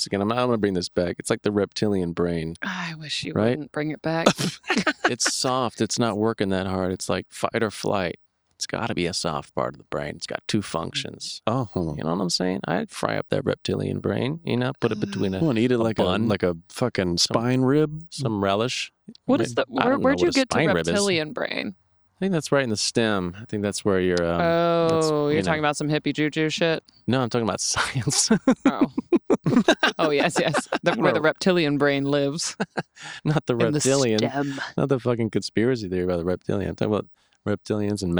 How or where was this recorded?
outdoors